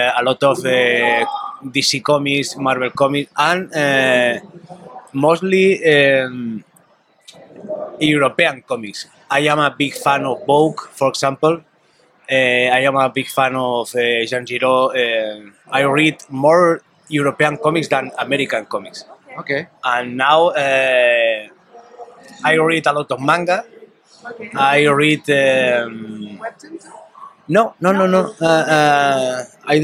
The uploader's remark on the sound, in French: lors du Paris Fan Festival où nous avons pu interviewer